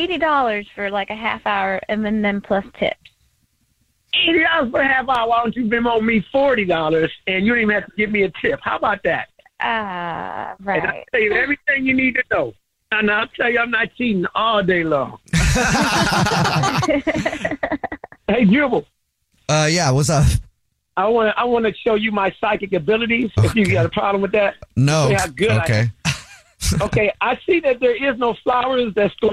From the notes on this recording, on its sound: On the phone in this War of the Roses to Catch a Cheater. War of the Roses is when someone calls The Jubal Show because they think that their partner is cheating so we call them offering services in order to catch them cheating.